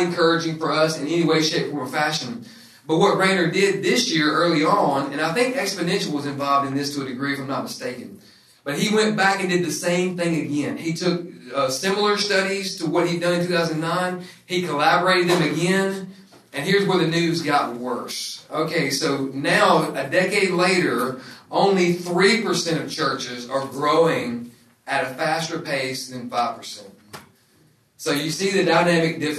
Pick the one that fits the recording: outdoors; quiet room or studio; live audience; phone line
live audience